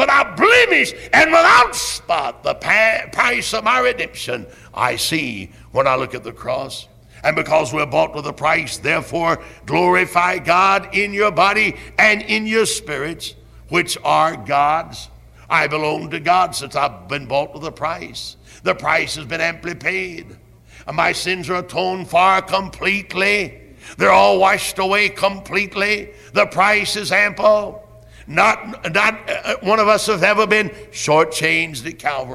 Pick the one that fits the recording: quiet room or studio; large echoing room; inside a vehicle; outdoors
large echoing room